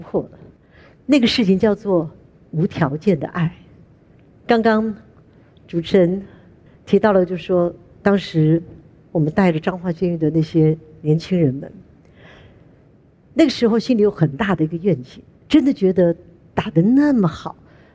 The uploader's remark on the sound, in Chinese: 本集節目取自【2023突破者知識跨年饗宴】現場錄音